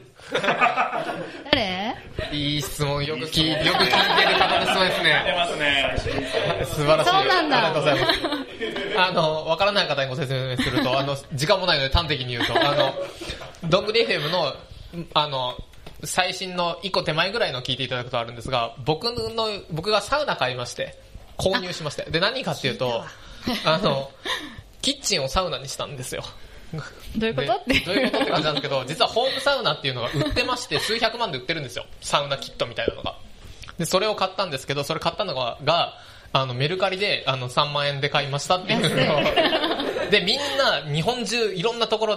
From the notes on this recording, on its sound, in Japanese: 文化祭公開収録